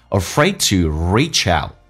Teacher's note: 那么字母的 D 不发音，这叫略音，后面是以辅音开头